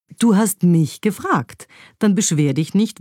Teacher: wenn man das mich betont beim Satz, du hast mich gefragt, dann klingt es fast wie so ein versteckter Vorwurf